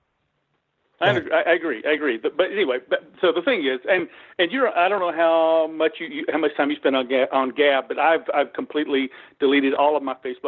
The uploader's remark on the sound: Freedomain Call